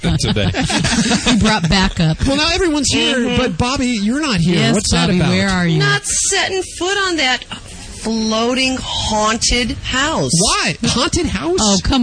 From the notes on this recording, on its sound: Animal Radio® is on-the-road again! This time we're live from the Queen Mary in Long Beach, California for the National Association of Professional Pet Sitters Conference. Something weird happens when the whole gang leave the studios!